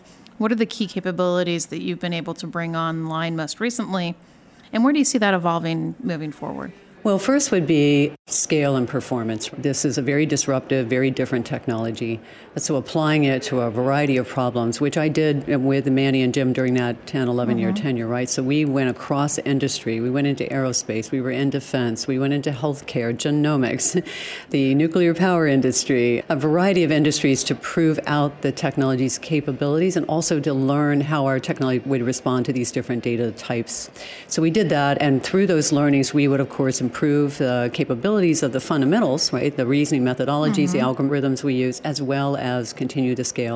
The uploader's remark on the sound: joins us live from Intel AI Day in San Francisco.